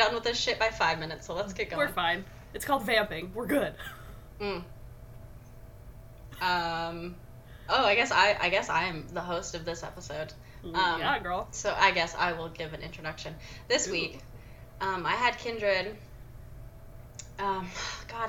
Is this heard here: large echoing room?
no